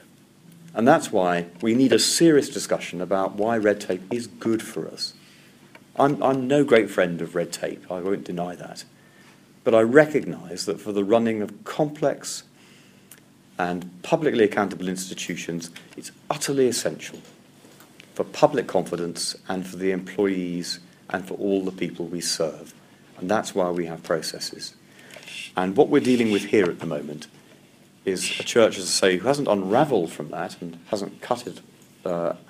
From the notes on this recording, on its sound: lecture, delivered at St Mark's National Theological Centre on 14 August 2017